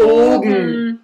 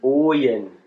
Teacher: Also anstatt ein AU gibt es ein OO · Shown in: second take · Term: Berlinerisch